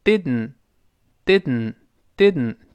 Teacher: 舌尖儿粘住上牙膛，粘住鼻子出气儿 · Term: 鼻腔爆破